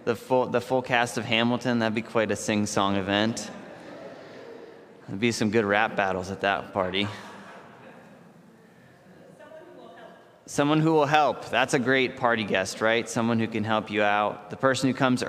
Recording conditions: large echoing room